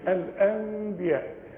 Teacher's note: نون فوقها ميم، كل نون فوقها ميم هتلاقي بدون تشكيل النون دي، ولازم لازم لازم يجي بعدها حرف الباء. فما دام نون بعدها حرف باء يحصل للنون قلبة لميم ونخفيها ونقولها تبقى نص ميم